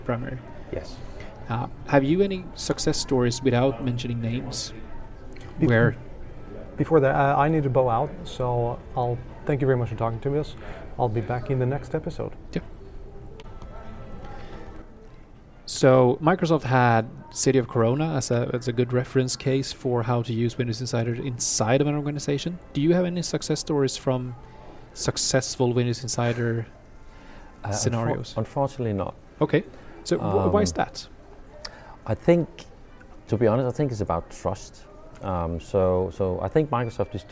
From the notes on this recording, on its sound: The fifth episode recorded at Microsoft Ignite in Orlando is up!